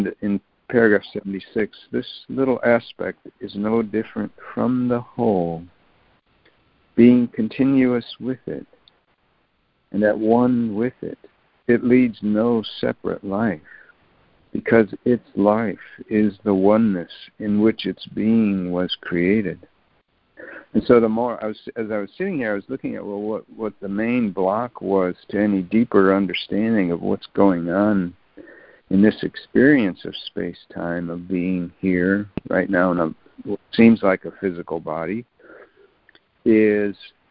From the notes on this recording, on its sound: ACIM Daily Conference Call